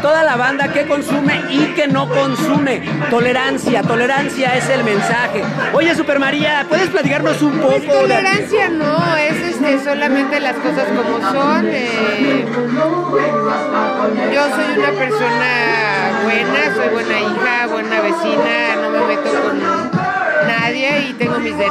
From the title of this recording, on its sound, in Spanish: En Vivo En el Bazar Cannábico en Capitán Gallo